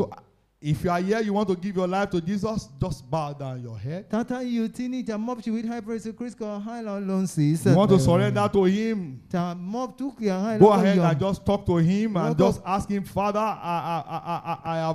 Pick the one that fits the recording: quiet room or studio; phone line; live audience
live audience